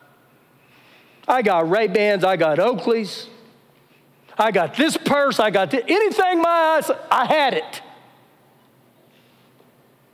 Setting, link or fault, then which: setting, large echoing room